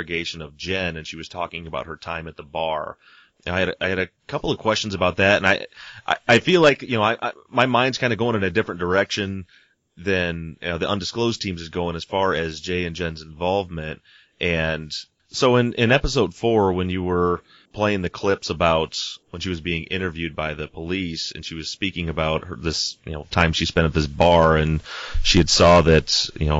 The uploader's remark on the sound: spends an hour on the phone